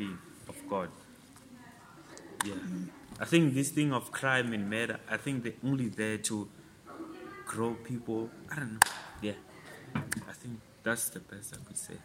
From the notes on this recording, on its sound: We apologize for the background noise, we are doing our best to improve in the future episodes .